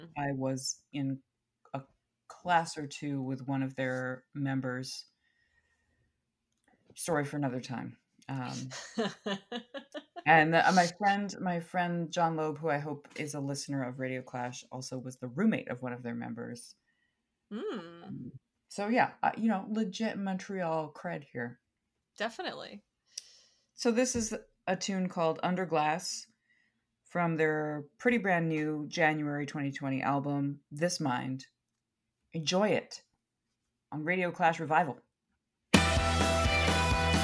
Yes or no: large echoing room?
no